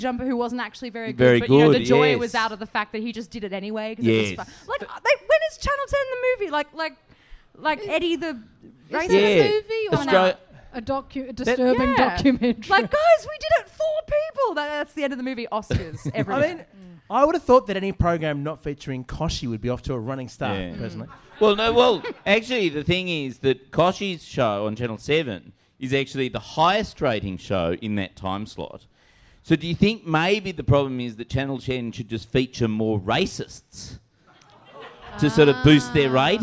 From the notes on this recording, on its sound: Join each other live for a podcast at the pub!